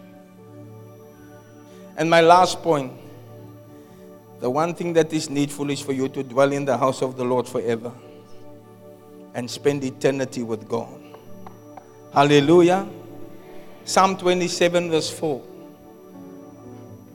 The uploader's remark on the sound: Preached at Zion Sanctuary, Cape Town.